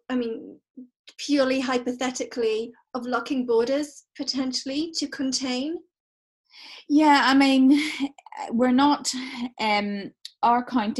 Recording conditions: video call